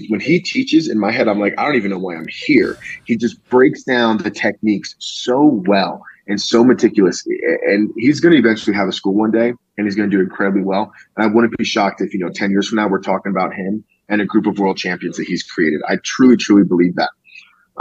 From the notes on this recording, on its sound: Go transatlantic. Its probably not the best zoom interview ever conducted.